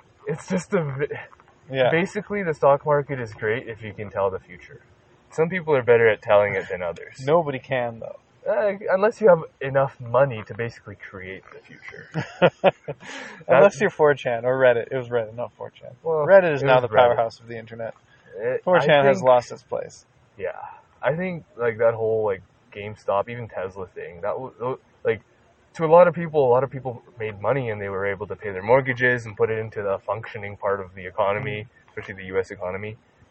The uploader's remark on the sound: The episode is recorded outside so the audio quality isn't the best.